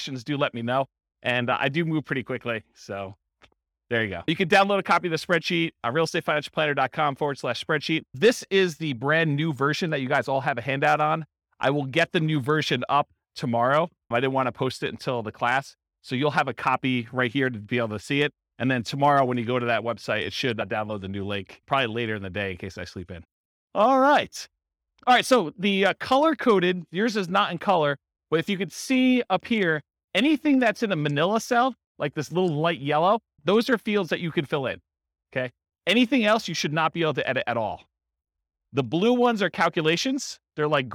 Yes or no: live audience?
yes